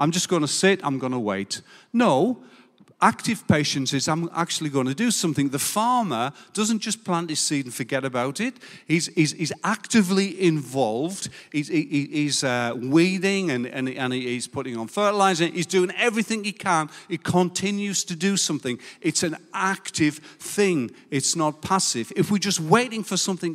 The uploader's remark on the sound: Recorded live at Life Church Lancashire 31st July 2022.